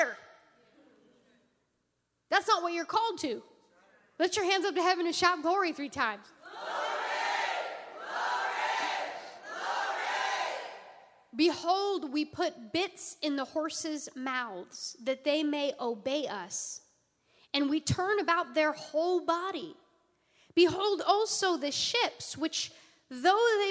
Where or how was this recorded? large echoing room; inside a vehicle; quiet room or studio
large echoing room